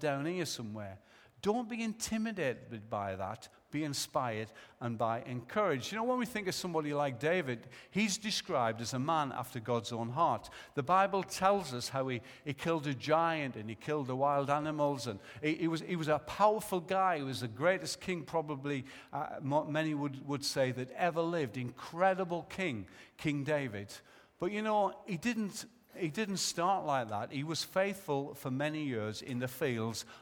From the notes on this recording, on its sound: Recorded live at Life Church on Sunday 11th January 2015.